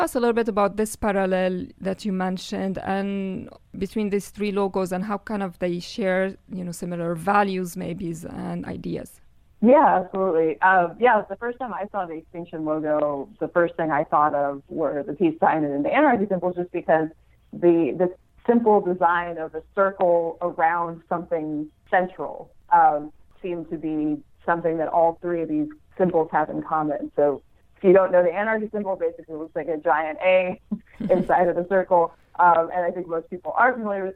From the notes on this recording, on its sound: I had with me on the phone from Seattle.